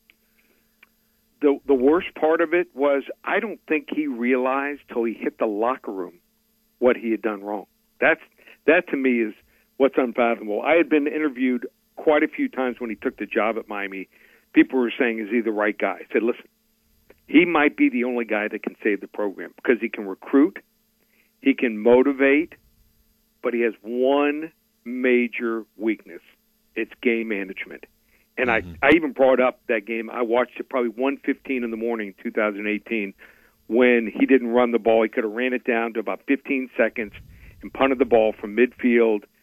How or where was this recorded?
phone line